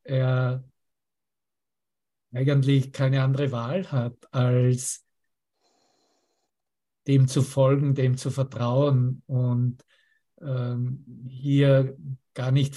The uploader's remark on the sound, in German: Zoom-Session. Veranstaltet von der Aleph Akademie.